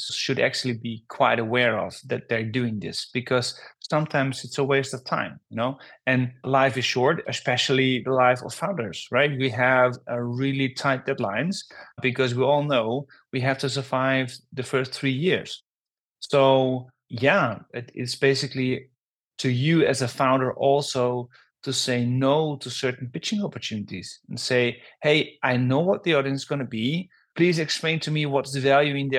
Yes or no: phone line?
no